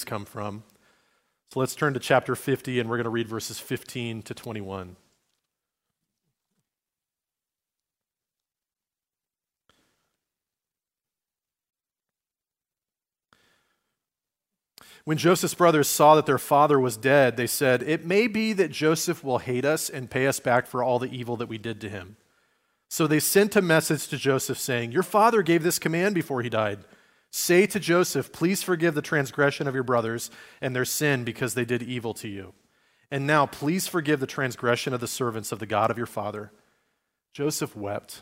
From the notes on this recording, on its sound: Recorded at Liferoads Church on Sunday, December 3, 2023, in Spokane, Washington.